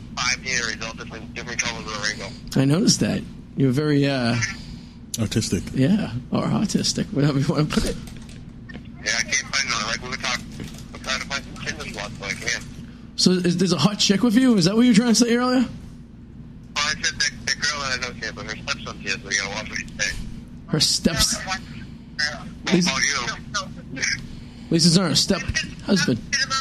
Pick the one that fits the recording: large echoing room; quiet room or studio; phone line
phone line